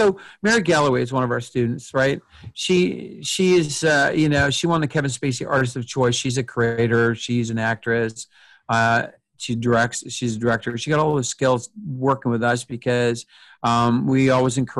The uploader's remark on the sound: This episode was recorded over Zoom, and is noticeably more compressed than our previous remotely recorded episodes. This episode was recorded over Zoom, and is noticeably more compressed than our previous remotely recorded episodes. Although it sounds a bit different, it’s still audible.